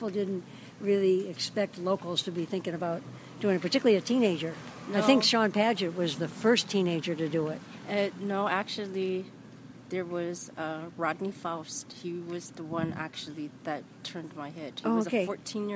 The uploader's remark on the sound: my walk around Kailua Village